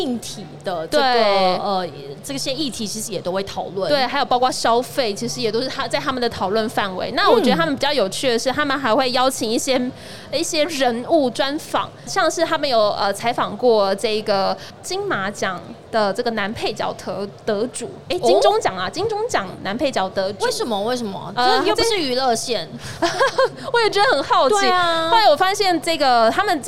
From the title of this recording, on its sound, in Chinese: 2022 Medical Taiwan台灣國際醫療暨健康照護展 -Live Podcast